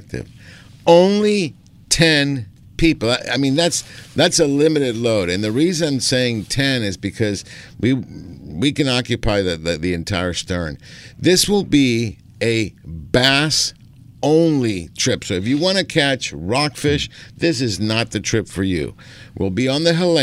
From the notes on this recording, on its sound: "LIVE" from Angel Stadium in Anaheim, CA